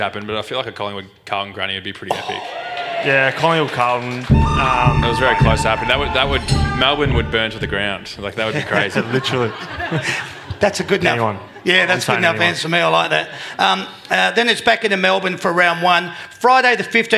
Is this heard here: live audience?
yes